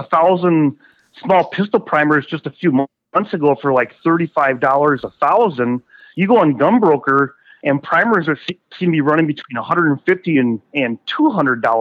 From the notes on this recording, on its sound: on the phone